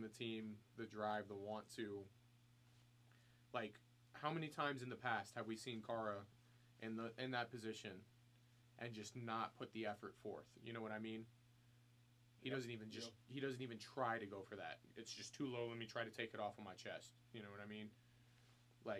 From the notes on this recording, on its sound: The audio quality is not as good as it usually is. Having to use the fan reacts mic until we get the new soundboard.